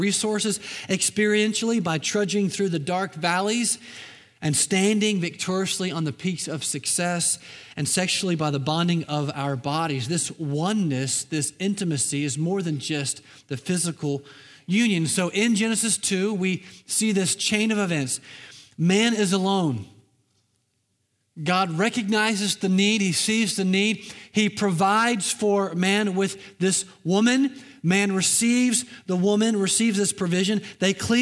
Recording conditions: large echoing room